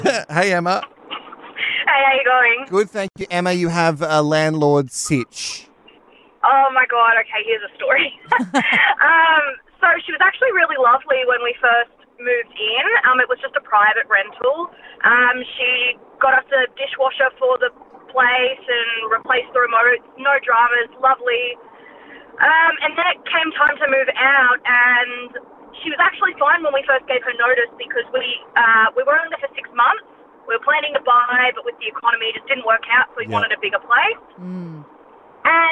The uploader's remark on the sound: We took to the phones